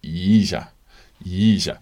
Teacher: 一下 is very quick and fifth tone, both of those characters are fifth tone